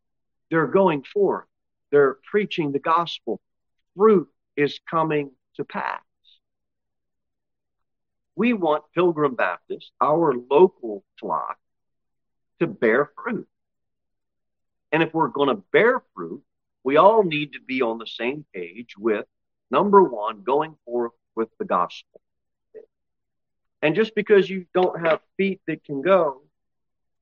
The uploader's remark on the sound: Sermon delivered at Pilgrim Baptist Church on Thursday, August 10, 2023, at 6-15 pm. Pilgrim Baptist Church, located at 229 W. Jere Whitson Rd. Cookeville, TN 38501.